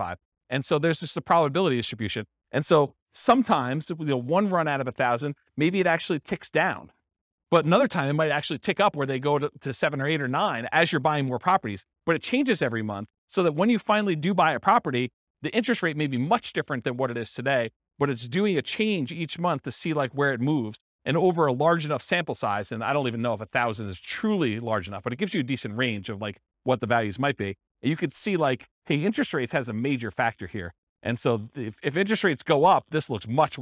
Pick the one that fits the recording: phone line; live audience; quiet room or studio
live audience